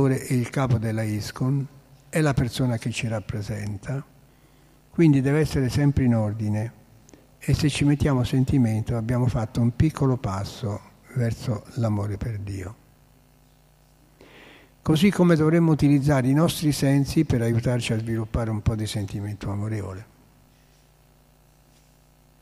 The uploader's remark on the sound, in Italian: "Lezione del sabato mattina sugli insegnamenti della Sri Caitanya Caritamrita" in diretta dal Tempio di Villa Vrindavana.